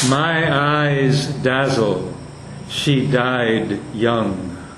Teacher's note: So died and young get equal weight. Now, only if you're trying to give the line its full sound quantity would you make that distinction.